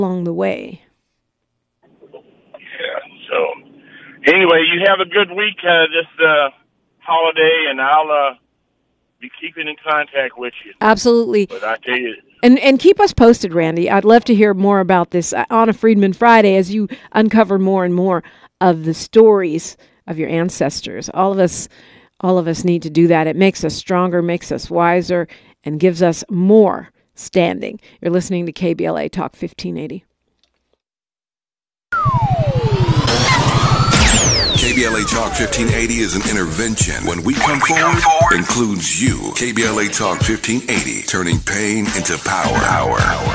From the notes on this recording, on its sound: the KBLA Delegation is weighing in on the phones